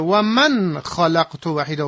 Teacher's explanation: نون ساکن به حروف که میرسه احکامی پیدا میکنه، به خا که برسه اظهار میشه